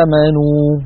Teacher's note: مد البدل كما نرى على الشاشة هو كل همز ممدود، وهو حالة خاصة من الطبيعي يمد بمقدار حركتين